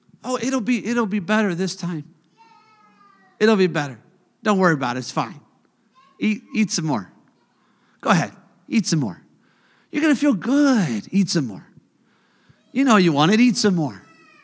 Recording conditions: large echoing room